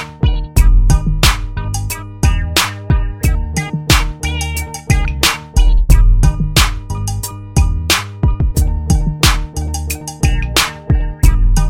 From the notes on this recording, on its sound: Zoomcast!!! Like the rest of you we were stuck in the house and couldn't get together to record so we did a few "Zoomcast"!!!